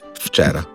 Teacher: Zgodi tudi se premena po zvenečnosti, če vpliva na V in je F.